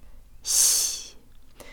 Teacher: Finally, the S is soft, so the tongue is high, close to where it is for the vowel E. Not S, but S.